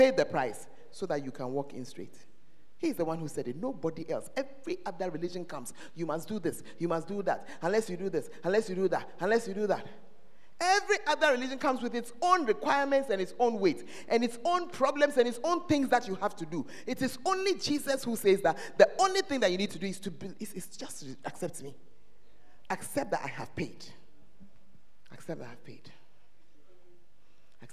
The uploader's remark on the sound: Preached at First Love Center; Ayeduase